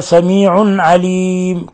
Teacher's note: تنوين ضم بعده العين، الحكم التجويدي إظهار حلقي، لأن العين من حروف الحلق